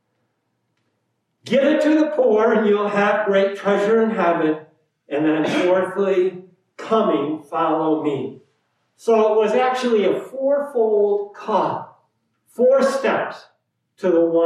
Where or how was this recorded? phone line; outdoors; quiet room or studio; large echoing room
large echoing room